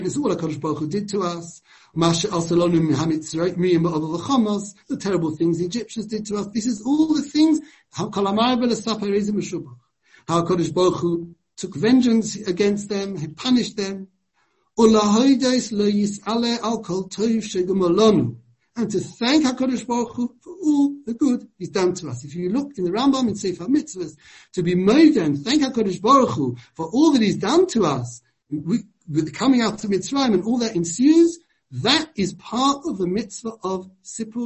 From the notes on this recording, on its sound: given over Zoom